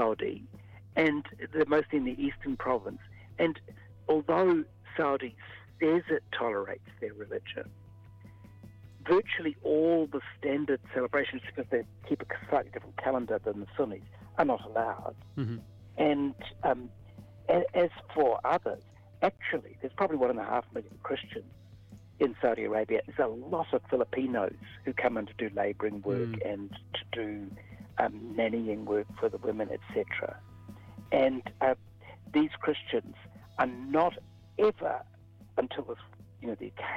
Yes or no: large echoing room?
no